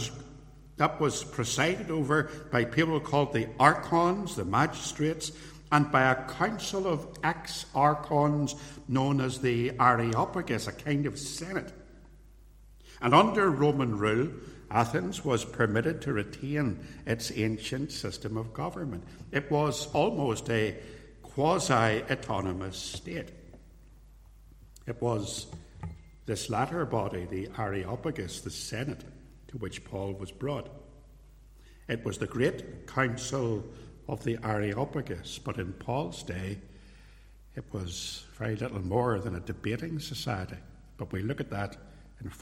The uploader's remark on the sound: This recording is a sermon, preached live at Templepatrick Reformed Church